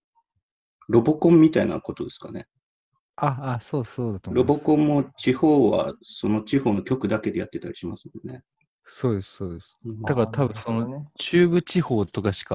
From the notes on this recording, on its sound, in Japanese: 収録地：それぞれの家（ZOOM収録）